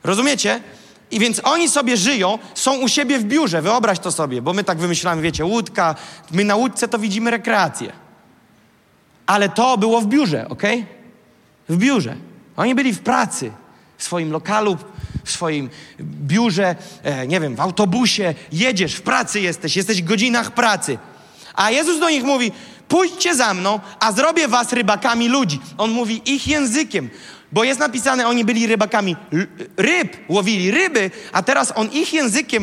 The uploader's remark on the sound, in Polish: Fragment kazania, które zostało nagrane podczas nabożeństwa NOF Church.